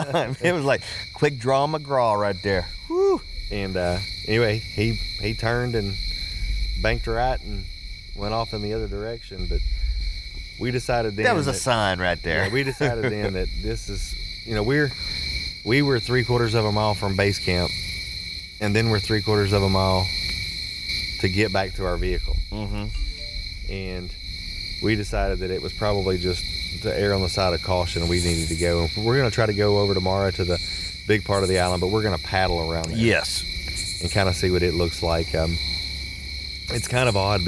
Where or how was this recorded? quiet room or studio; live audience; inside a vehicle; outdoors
outdoors